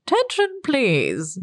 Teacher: she sounded like she was holding her nose